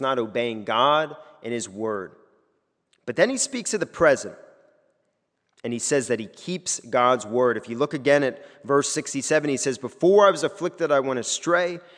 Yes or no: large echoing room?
yes